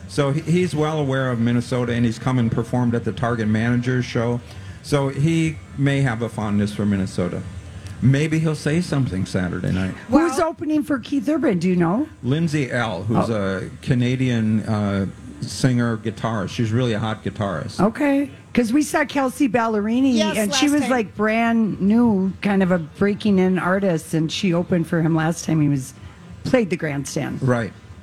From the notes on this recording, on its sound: Day 1 at the MN State Fair. Stops by the Chanhassen Dinner Theater Stage.